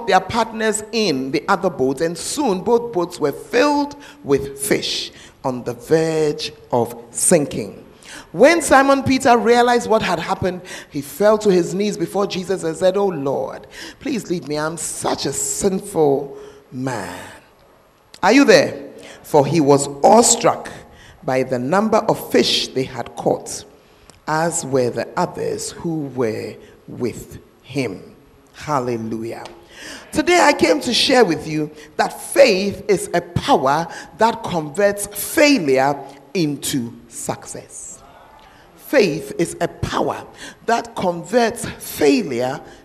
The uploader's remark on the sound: Preached At The Fountain Of Life Cathedral